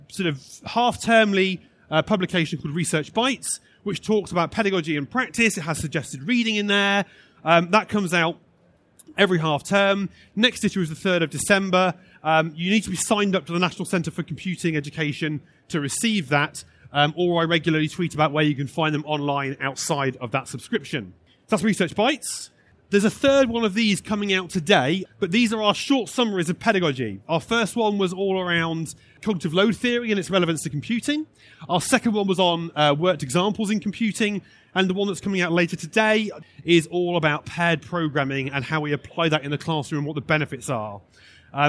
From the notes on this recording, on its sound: This session was recorded live on 14th November 2019 in the Tech Theatre of the Schools & Academies Show at the NEC in Birmingham.